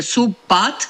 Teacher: în vorbirea rapidă pronunțăm cele două cuvinte sub pat, făcând un fel de contopire a celor două consoane B și P, care sunt consoane foarte apropiate din punct de vedere fonetic, și practic se aude una singură dintre ele.